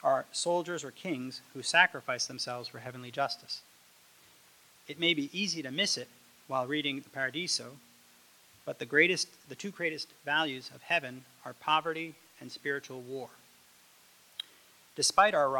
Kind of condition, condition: setting, large echoing room